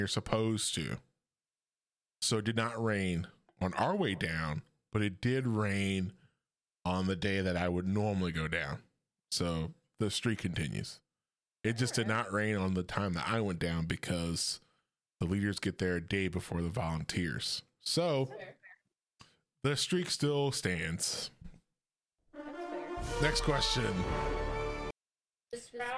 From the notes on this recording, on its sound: Pardon the sound qual, trying something new and I don't think I figured it out yet lol.